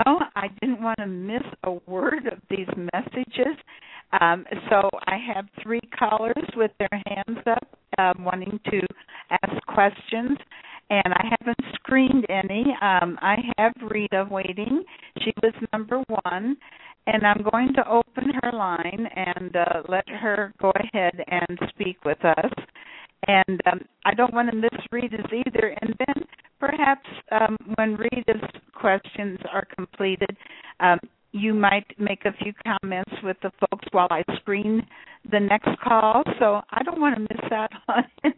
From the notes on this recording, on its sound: In this capacity she will do a channeling session live so that callers can call in and speak with the one who has called him/herself God. Personal responses to callers during the special call-in segment.